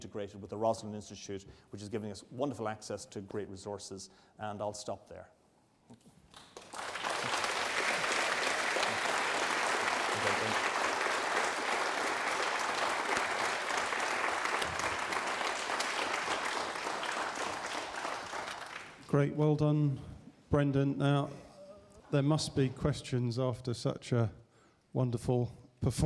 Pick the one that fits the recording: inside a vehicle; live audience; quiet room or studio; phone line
live audience